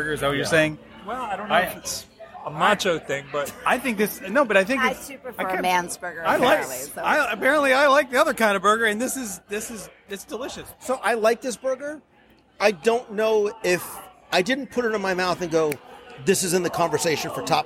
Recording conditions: busy venue